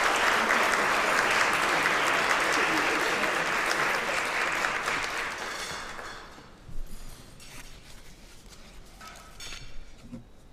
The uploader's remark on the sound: A luncheon address. At the University Club of Chicago.